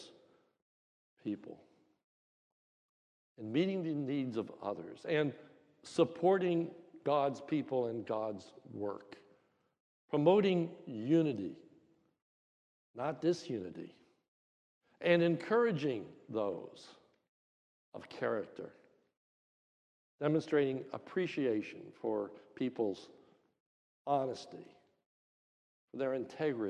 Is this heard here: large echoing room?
yes